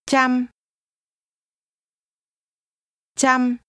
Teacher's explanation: 100 is pronounced with a mid-level tone.